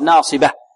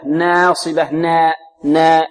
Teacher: ننطق الأول مرقق وماذا؟ وجزءها الثاني مفخم لأجل الصاد · Shown in: first take